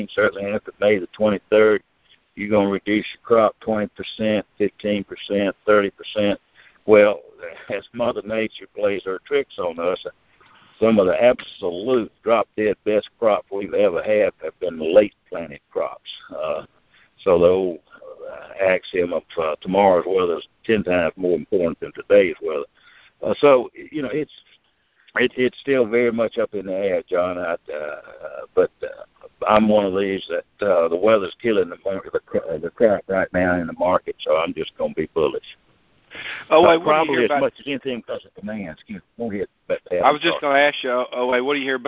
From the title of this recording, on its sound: Monthly Conference Call